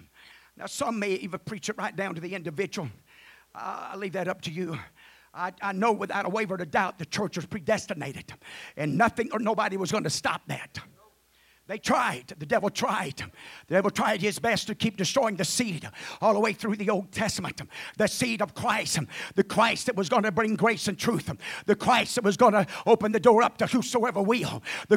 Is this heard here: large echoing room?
yes